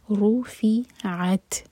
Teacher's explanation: كَيْفَ كَيْ مَدِلِين سافٹ پڑھیں گے كَيْفَ light فا لائٹ رُفِعَت را پر ضمت را ہیوی ہوگا مبھر کر پڑھا جائے گا